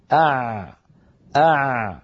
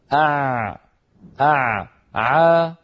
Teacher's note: العين يا أخي الكريم تخرج من وسط الحلق عند لسان المزمار، عند لسان المزمار، وتكون برجوع لسان المزمار إلى الخلف هكذا. · Term: حرف العين